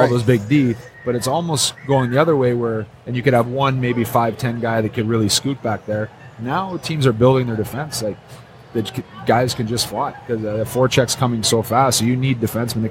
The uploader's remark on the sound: Live from Motor City Comic Con